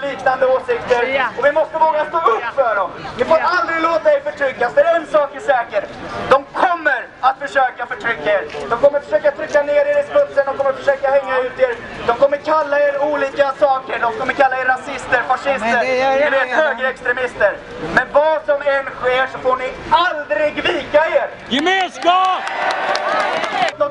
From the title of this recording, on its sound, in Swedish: talar på Mynttorget 8 december 2018